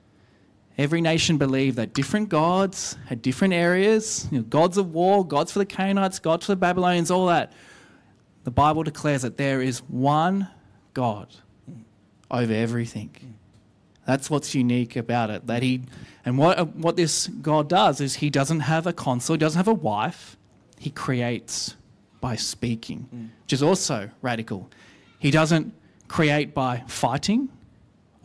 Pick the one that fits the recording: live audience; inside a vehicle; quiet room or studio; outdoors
live audience